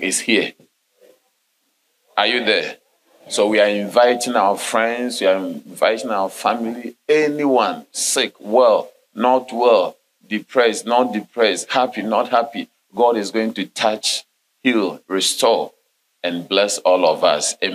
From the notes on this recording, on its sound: Sermon delivered on Sunday, March 26, 2023, at LCI Mega-Church in Cape Town, South Africa.